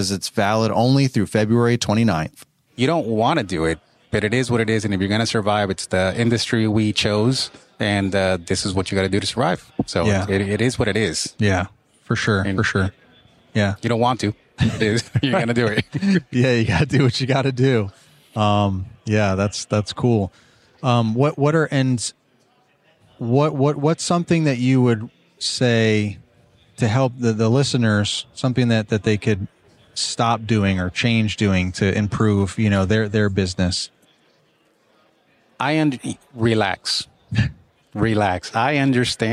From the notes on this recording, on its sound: From Pod-Row at Synkd LIVE 2024 in Atlanta.